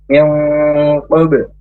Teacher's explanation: Ini namanya bacaan ikhfa ab'ad atau ikhfa yang jauh, samar jauh. Karena huruf qaf makhrajnya dari pangkal lidah